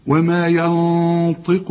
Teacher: وما ينطق، طبعا احنا خدنا وما هنا في نون بدون تشكيل بعدها الطاء، الطاء من حروف الإخفاء، حنغن هنا ونفخم الغنة